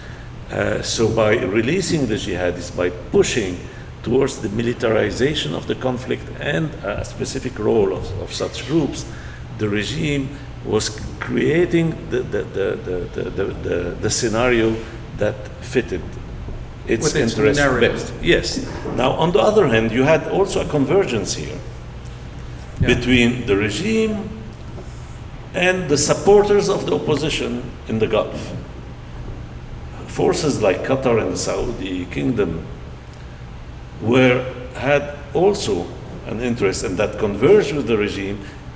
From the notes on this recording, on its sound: Recorded July 10, 2018 at After-Words Books in Chicago.